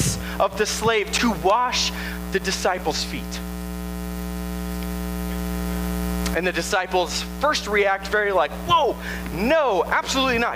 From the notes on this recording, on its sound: At Tempe Nazarene Church. Sermon originally preached.